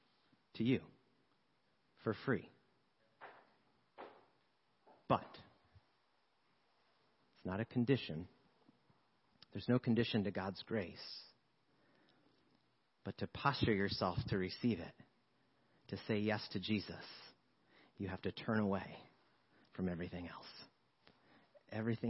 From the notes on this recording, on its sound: 7PM Service. Sermons preached at Church of the Good Shepherd, Maitland, Florida.